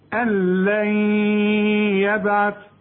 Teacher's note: النون التانية برضو بدون تشكيل بعدها ياء، الياء بقى من حروف الادغام، هندغم ونغن